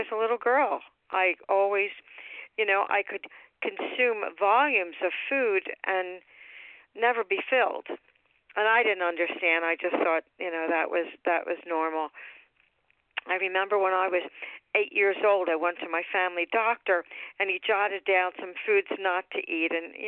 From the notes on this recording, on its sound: 100 Pounders Phone Meeting